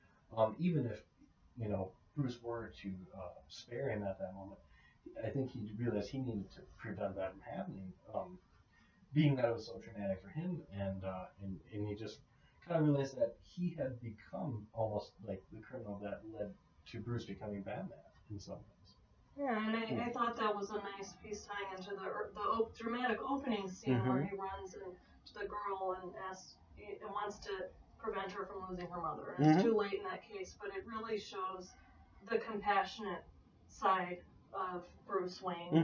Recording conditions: poor sound quality